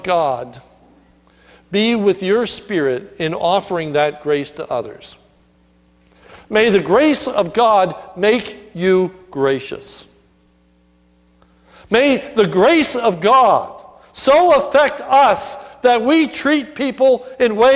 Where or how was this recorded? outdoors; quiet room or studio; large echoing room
large echoing room